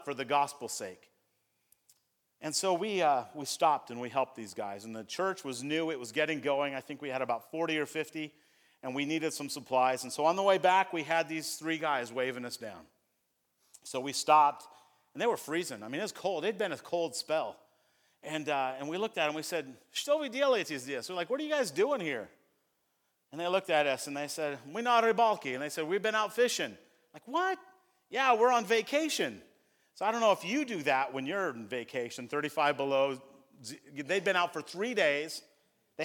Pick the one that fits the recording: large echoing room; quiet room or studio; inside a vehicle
large echoing room